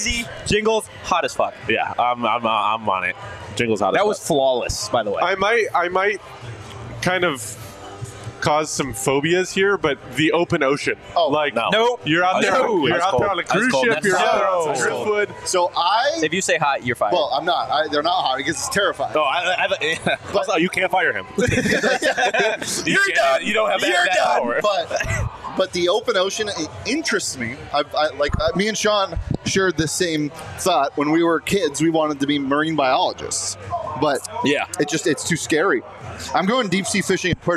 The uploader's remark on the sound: Spring Game Special Live from Illegal Pete's. Live from Illegal Pete's in Tempe.